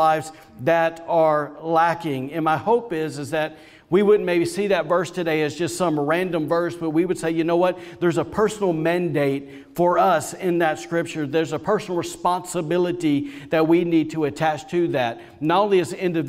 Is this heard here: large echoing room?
yes